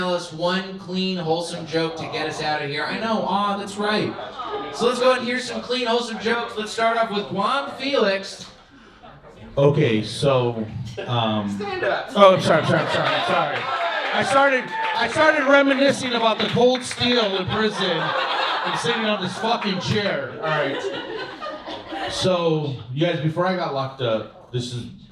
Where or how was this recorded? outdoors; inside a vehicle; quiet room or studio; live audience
live audience